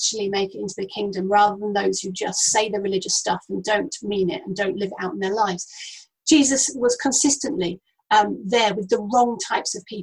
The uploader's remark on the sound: Note this has been recorded over Zoom and the audio quality isn't the best.